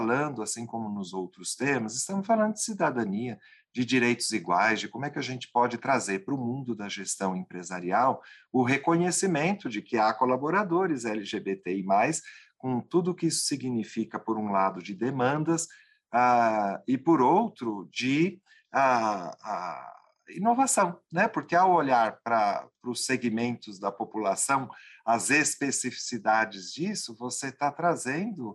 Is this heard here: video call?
yes